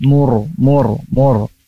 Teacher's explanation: ro sukun. Sebelumnya dommah. Maka ro-nya itu harus dibaca tafkhim, tebal.